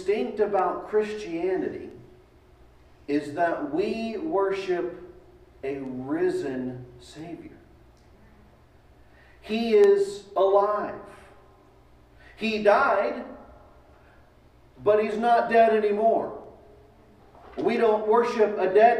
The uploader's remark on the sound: Delivered at East Eleventh Street Baptist Church, January 10, 2021